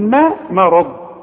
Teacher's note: علشان الراء مفخمة والضاد كمان مفخمة. الراء المفتوحة دائما في القرآن راء، انما الميم ما.